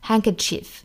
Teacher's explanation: Women cry, we carry it for them.好的，那么这句话呢，英音和美音我们要注意 handkerchief 这个单词。英音版呢，我们注意中间呢是没有卷舌的，是 a handkerchief.那后面的这个 chief 元音的话呢，更近似于一个 e 的音